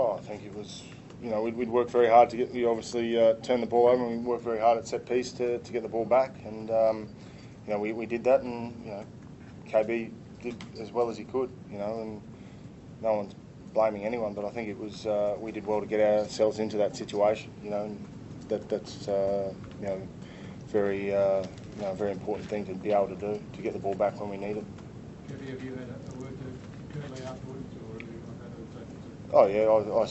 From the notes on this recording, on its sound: Wallabies Press Conference In Full. Full press conference following first Lions Test in Brisbane.